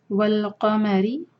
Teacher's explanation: والقمری قاف کا ہیوی پڑھنا ہے، مین لائٹ اور را کو باریک